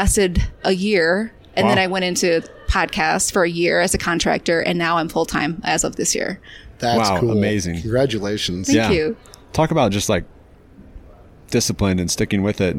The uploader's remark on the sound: At the Staffing World 2021 conference in Denver.